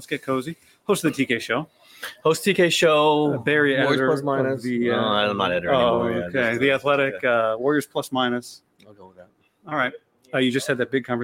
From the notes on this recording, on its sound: doing a live stream on Tuesday at Levi's Stadium